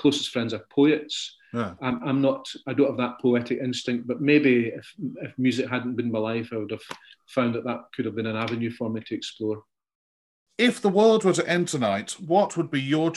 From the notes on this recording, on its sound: This interview was recorded on 15th March 2021 via Zoom.